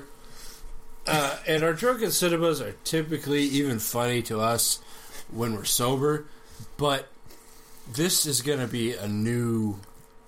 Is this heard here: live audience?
no